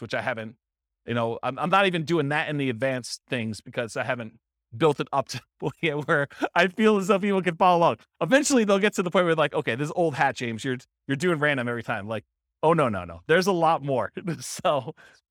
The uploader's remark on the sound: This was a live class recorded